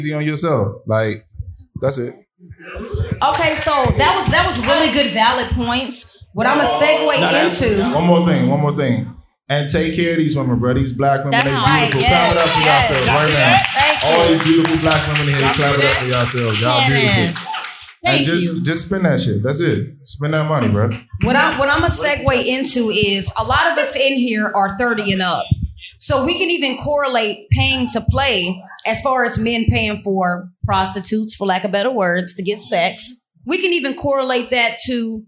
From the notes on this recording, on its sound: For our first live Event. Live at the Vault Downtown for Fashion Week. Audience Interaction.